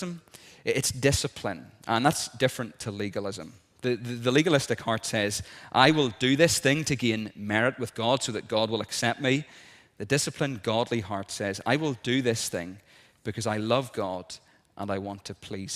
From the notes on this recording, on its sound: This is the recording of the Bible reading and sermon from a service of licensing on Sunday 18th June 2023 in Wellington Presbyterian Church.